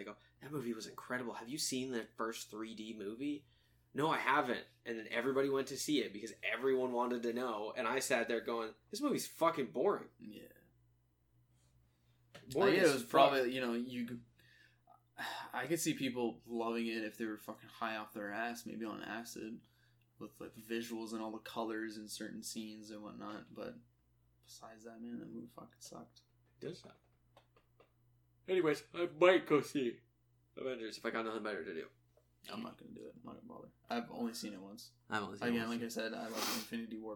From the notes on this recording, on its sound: The struggle to talk about all of the news because of all the technical difficulties.